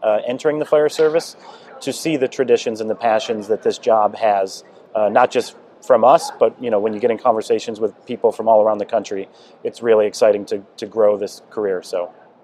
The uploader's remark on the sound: NEP "On Location". Here, we hit the road and have conversations. On location at Firehouse Expo in Columbus, Ohio.